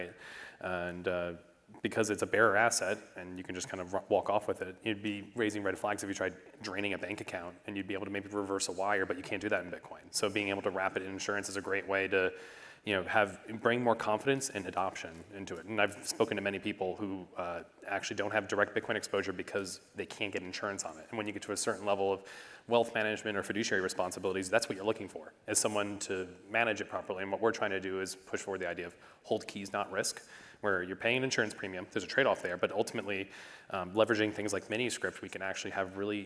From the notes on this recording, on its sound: Live From the Open Source Stage at Bitcoin 2023 in Miami on May 19th, 2023